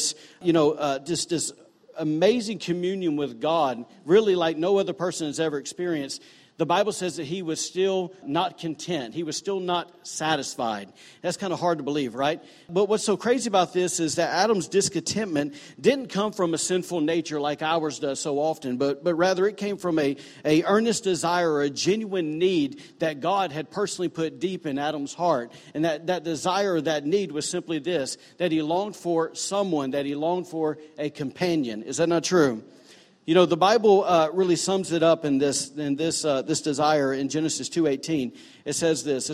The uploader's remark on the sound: was recorded on Sunday, July 1, 2018, during service at The Anchor Church in Rockport, Maine.